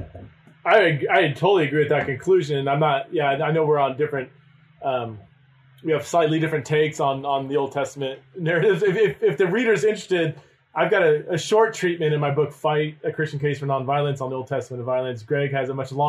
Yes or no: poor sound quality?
yes